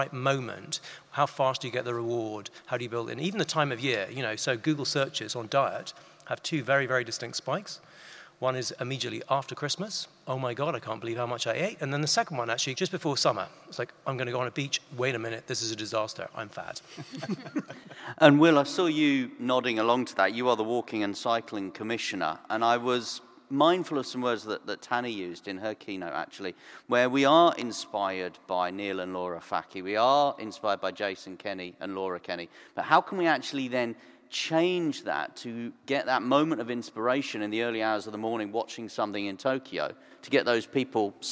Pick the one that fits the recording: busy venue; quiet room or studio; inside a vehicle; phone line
busy venue